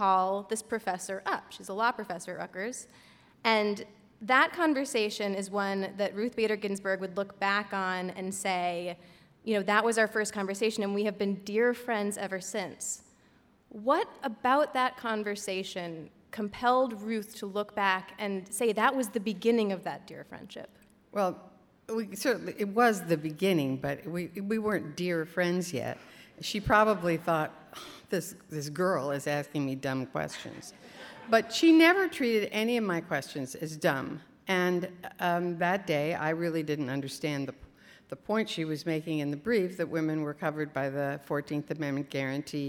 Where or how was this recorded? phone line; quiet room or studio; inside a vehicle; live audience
live audience